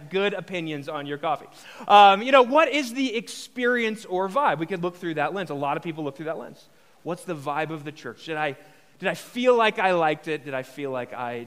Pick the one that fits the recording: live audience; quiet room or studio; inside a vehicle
live audience